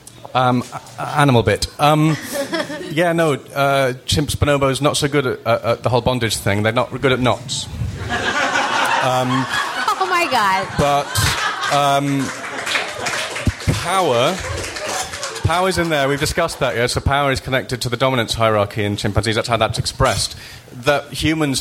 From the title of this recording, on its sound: Live from Washington, DC!